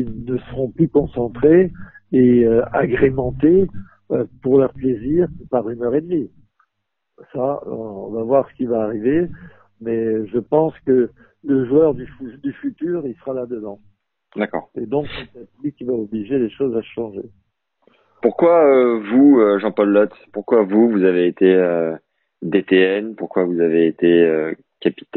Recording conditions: phone line